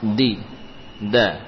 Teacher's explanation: Huruf dal diusahakan majhurah ya, dibaca dengan jahr tanpa nafas.